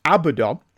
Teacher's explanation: emphasis on the last syllable